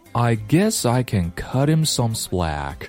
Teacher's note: can cut him some slack.好，注意 guess I 连读 cut him 这个 t 直接吞掉后面的 h，连 im cut him 这个 t 也要读成不送气的 t